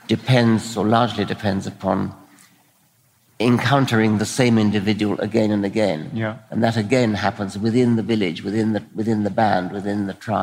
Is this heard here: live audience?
yes